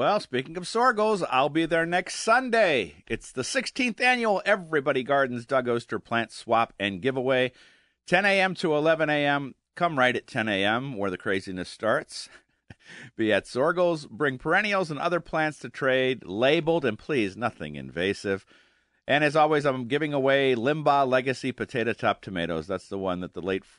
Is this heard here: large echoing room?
no